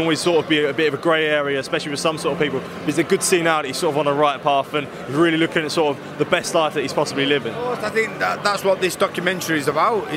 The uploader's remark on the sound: at the Premiere of new Sky Documentary 'HATTON'